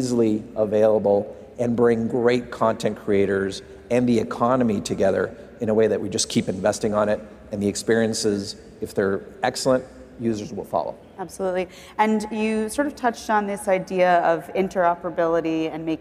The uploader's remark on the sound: live from Consensus in Austin, Texas